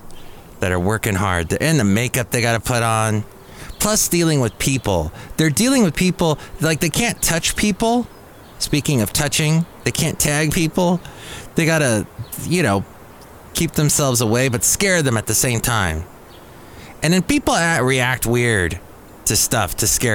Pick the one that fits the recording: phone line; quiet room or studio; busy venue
busy venue